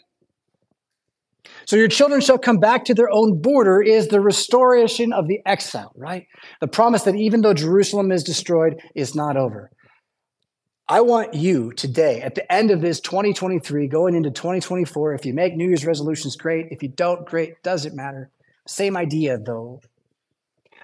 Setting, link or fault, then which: setting, large echoing room